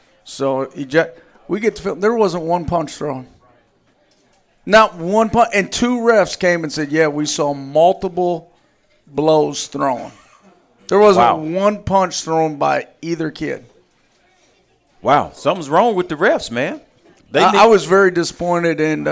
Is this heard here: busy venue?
yes